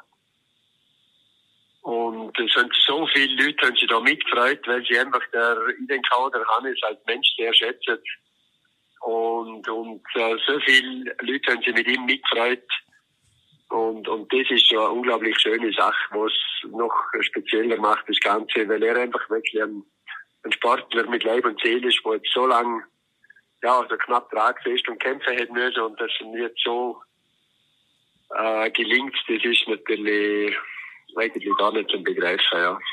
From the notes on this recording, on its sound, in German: VOL.AT-Telefoninterview.